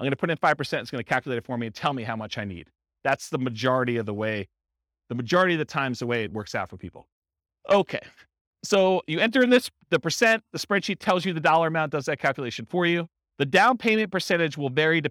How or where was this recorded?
live audience